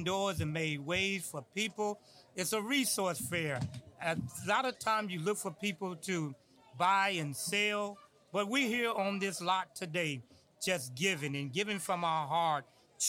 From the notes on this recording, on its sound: This special podcast was recorded on location at the 7th Annual Collinwood Resource & Empowerment Fair. In partnership with our host, Peoples Church of God In Christ.